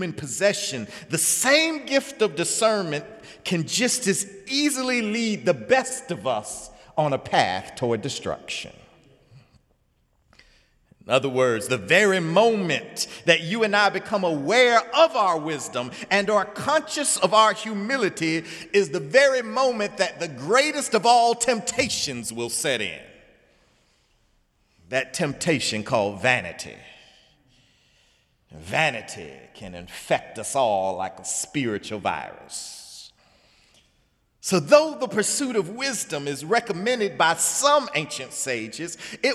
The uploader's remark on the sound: sermon on The First Sunday in Lent, Sunday, March 5, 2017 in the Memorial Church